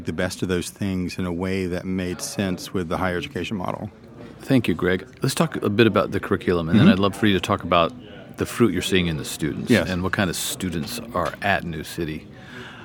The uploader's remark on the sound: This conversation was recorded at CiRCE Institute National Conference in Charleston.